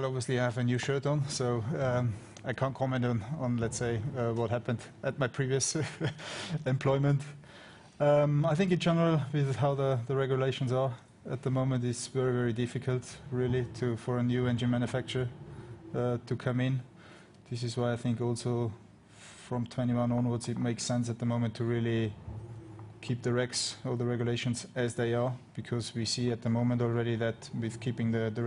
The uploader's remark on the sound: Austria Friday Team Principal's Press Conference.